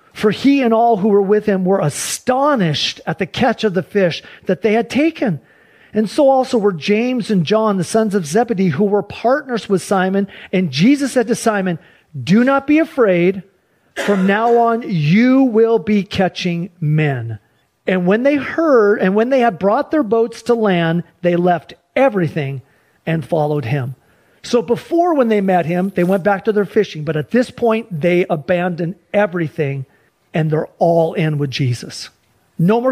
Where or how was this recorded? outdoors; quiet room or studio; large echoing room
large echoing room